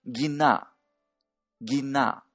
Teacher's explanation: 普通の台湾語では、転調させて、さらに連音させて、銀な、銀なのように発音する